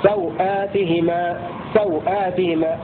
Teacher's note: قصر الواو مع قصر البدل بمقدار 2 حركات هكذا: سوآتهما سوآتهما، الواو ليس فيها مد أبدا ومد البدل 2 حركات.